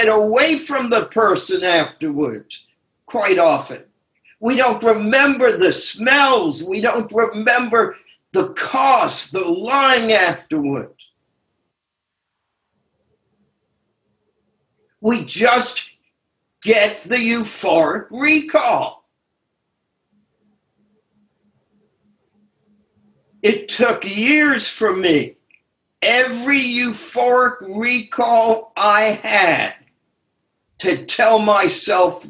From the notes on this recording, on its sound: took us on a zoom journey